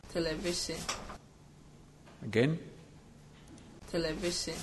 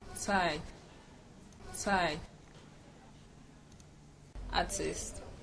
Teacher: Now, by affrication, I simply mean that what in standard British English is pronounced as t is pronounced as ts in Ghanaian English · Shown in: second take · Term: affrication of T's